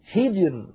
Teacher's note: الراء ساكنة، وقبلها الجيم ساكنة، وقبلها الحاء مكسورة، إذن نرقق هذه الراء وكأنها ري، كأنها مكسورة